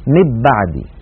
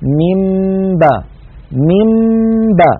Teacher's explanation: ومر معنا في أحكام الميم الساكنة أن الميم الساكنة إن أتى بعدها باء فحكمها الإخفاء، وذلك بأن نطبق الشفتين على الميم وعلى الباء إطباقة واحدة من غير أن تتحول الميم إلى باء · Shown in: second take